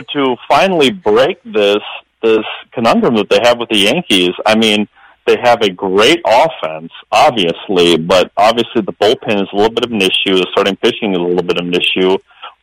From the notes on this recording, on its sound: BONUS: Twins Wrap post-game show after loss to Yankees. Take phone calls and react.